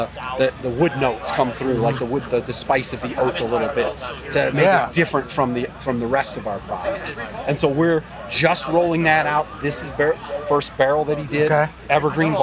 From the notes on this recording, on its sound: Whiskey + Rock takes you around behind the scenes at the 2023 Kentucky Bourbon Festival! From distiller interviews to exclusive tastings, to bagpipes and beyond, there's much to indulge in at this year's festivities.